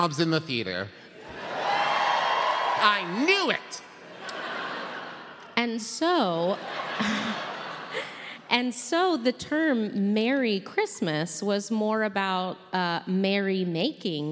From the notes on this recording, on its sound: Live at Candlenights. This week it's our Candlenights Live episode.